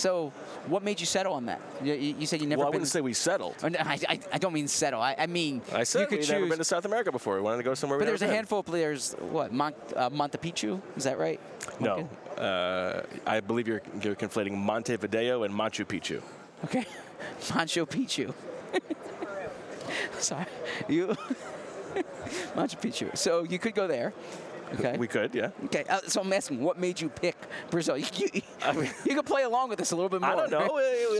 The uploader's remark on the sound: From Super Bowl radio row: Sights and sounds from media night.